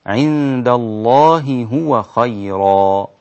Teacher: من هذه أو من هاتين الهائين فتقول الله هو وهذا خطأ لابد أن تظهر الهاء الأولى والثانية